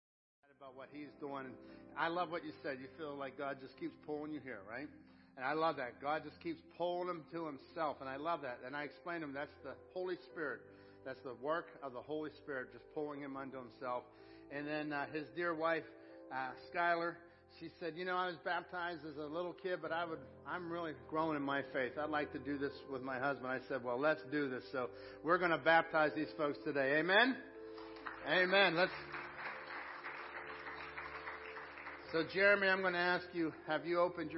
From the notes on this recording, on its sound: Crossroad Ministries Live Service